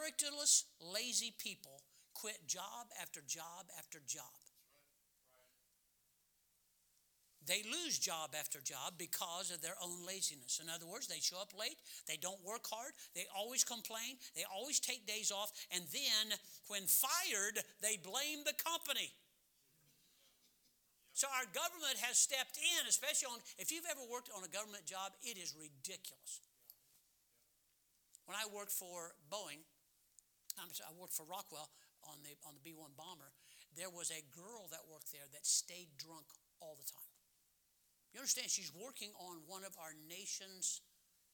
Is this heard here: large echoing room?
yes